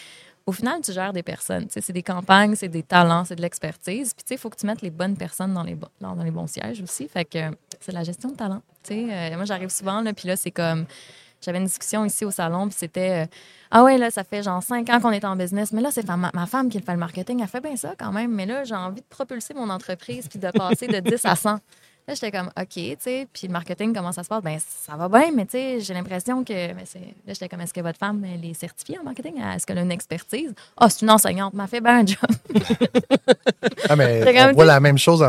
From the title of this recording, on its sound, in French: en direct de Stratégies PME